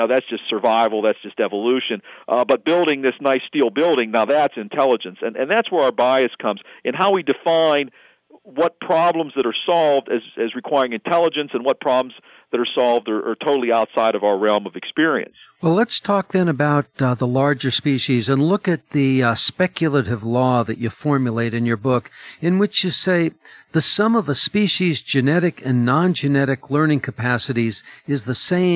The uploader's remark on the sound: Visited by phone from his office in Pittsburgh, Pennsylvania.